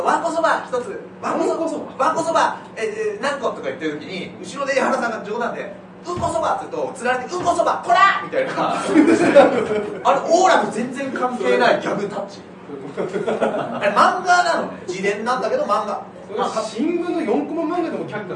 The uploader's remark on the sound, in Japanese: 秋葉原ZERO-Gで行われた公開収録ライブ。